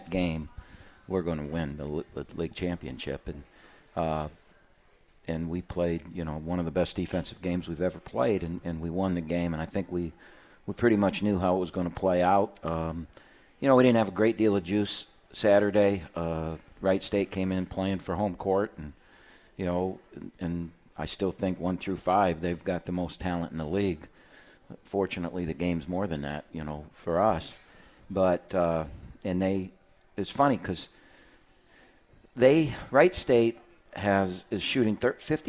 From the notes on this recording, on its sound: live from RJ's Pub in Rochester Hills!